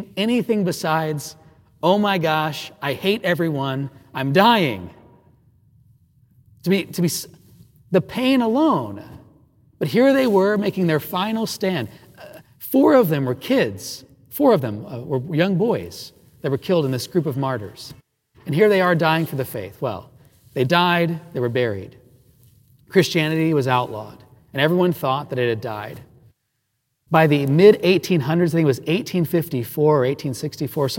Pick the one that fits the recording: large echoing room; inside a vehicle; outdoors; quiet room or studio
large echoing room